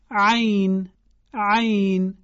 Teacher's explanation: حرف عین از وسط حلق با فشار اندکی در اون ناحیه تلفظ میشه